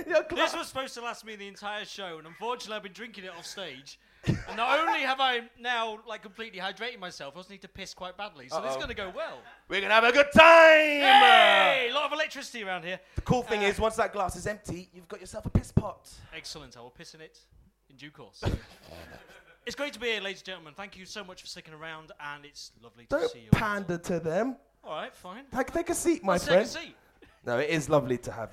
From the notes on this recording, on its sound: The first ever live-on-a-stage episode of The LIL Show